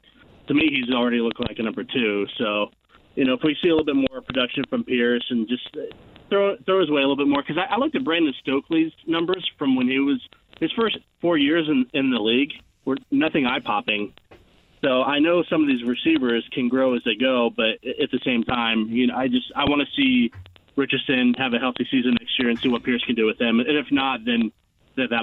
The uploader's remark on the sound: He also takes some calls from listeners! The show keeps rolling with more phone calls. Even more phone calls from fans!